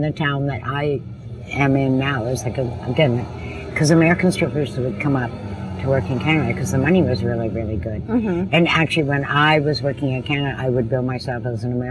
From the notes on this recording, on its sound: We are actually sitting outside and it sounds like we are sitting outside.